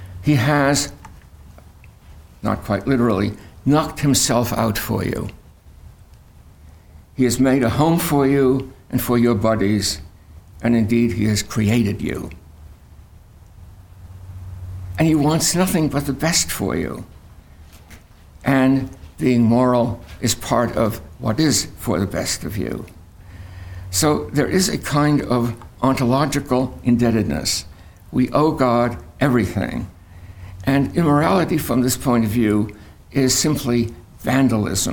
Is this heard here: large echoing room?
yes